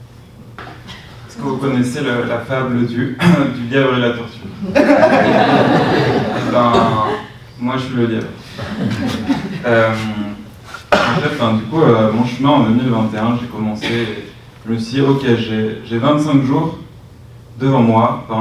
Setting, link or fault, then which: setting, live audience